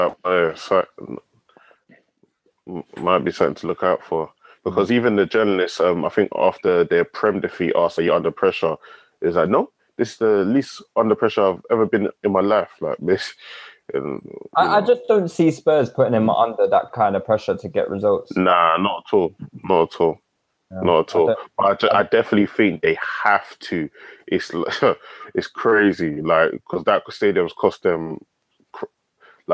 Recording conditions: video call